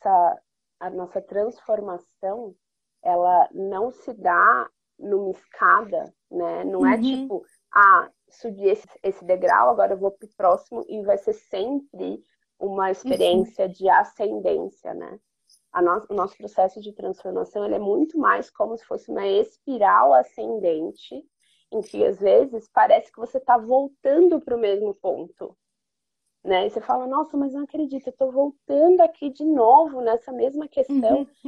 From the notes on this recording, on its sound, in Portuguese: uma live no seu instagram